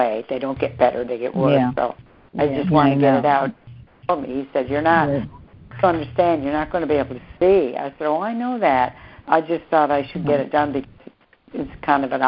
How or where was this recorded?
phone line